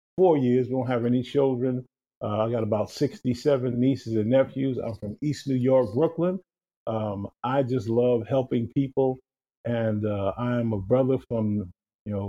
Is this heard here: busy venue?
no